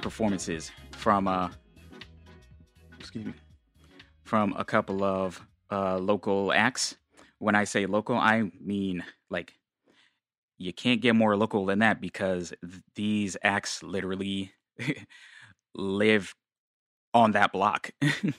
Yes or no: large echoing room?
no